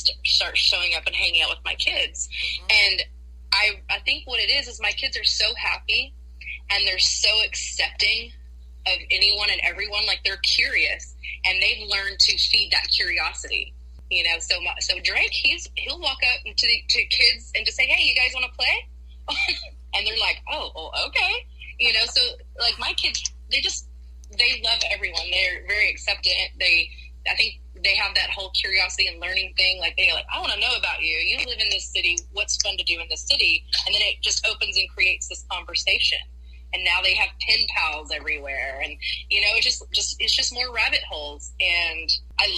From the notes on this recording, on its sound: Today's episode was recorded with the brand new BETA version of Anchor with Friends and there are some audio issues.